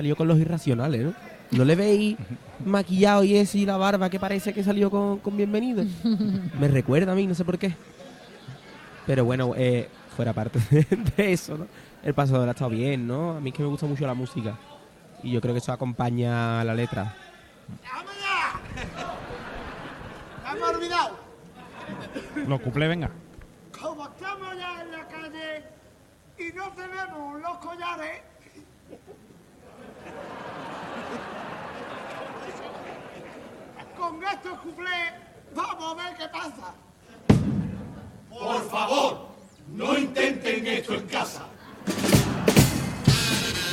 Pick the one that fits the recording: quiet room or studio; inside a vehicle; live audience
live audience